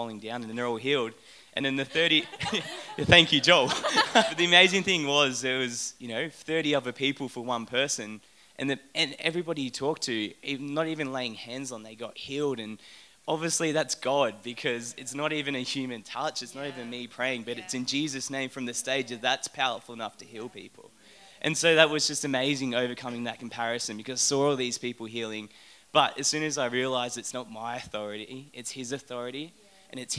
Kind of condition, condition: setting, large echoing room